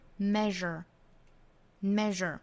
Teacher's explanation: measure 后面一个音节读出卷舌的